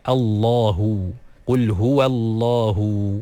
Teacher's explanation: dengan huruf lam yang ditaglidhkan, yang ditebalkan